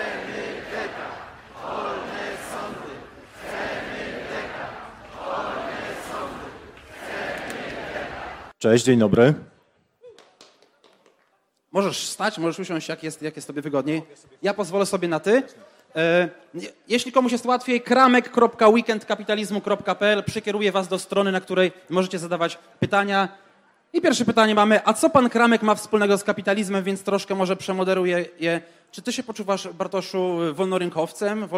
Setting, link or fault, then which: setting, live audience